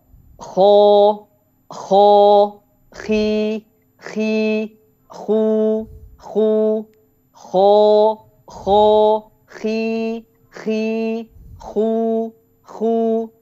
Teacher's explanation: kho sama seperti gho, dia punya sifat isti'la. Jadi harus kita naikkan ke atas.